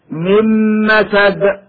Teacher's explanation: إدغام النون في الميم بعدها · Term: الإدغام بغنة